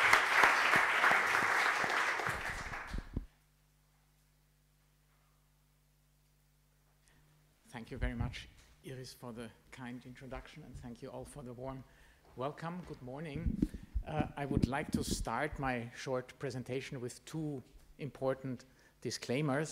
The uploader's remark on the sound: Panel debate at the summer discourse of University of Vienna's summer programme on August 04 2023.